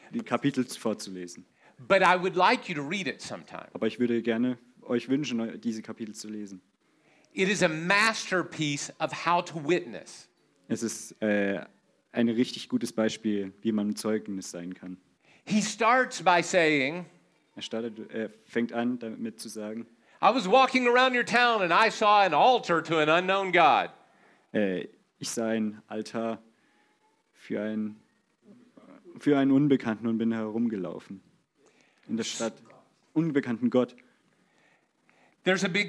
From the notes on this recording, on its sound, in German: in der Gemeinde Kaleo Schopfheim aufgenommen